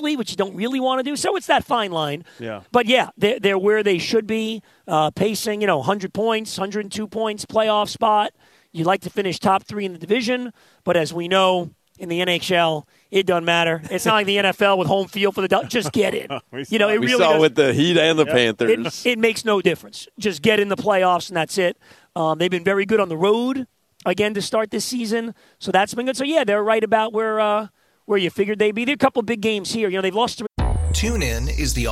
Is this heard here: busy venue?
yes